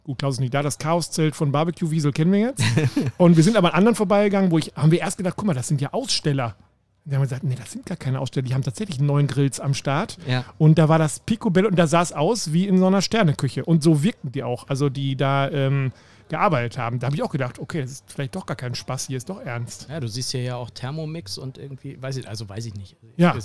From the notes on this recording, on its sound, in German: Noch einmal senden wir nahezu live von der Deutschen Grill- und BBQ-Meisterschaft.